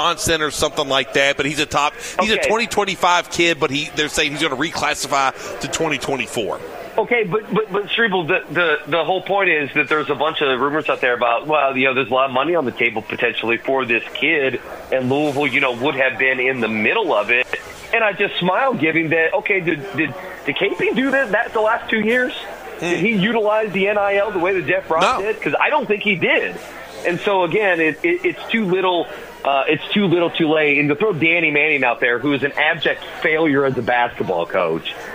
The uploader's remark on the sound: Broadcasting live from BW3s on Westport Road!